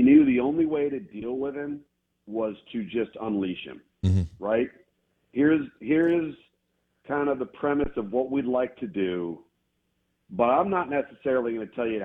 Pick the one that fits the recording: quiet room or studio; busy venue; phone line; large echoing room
phone line